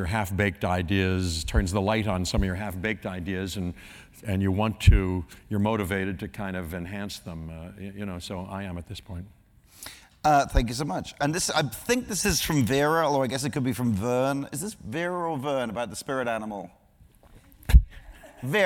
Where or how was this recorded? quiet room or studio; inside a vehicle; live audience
live audience